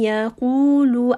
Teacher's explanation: قَاف is a heavy sound, full mouth